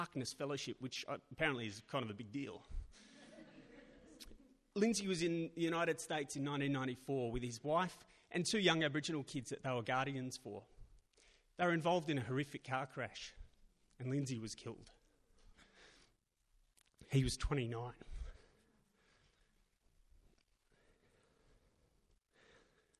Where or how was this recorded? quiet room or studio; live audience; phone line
live audience